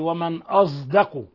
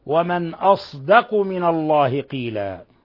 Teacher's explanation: هنا خلاف بين القراء، فقرأ حمزة والكسائي وخلف ورويس عن يعقوب بإشمام الصاد صوت الزاي · Shown in: first take · ومن أصدق، هذه تلفظ ولكن لا تكتب، يشار إليها إشارة، ومن أصدق من الله قيلا.